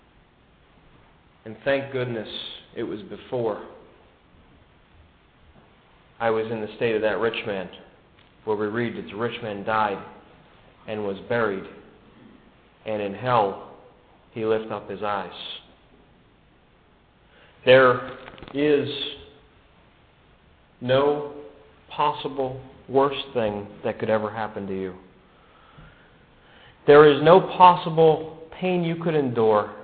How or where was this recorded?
large echoing room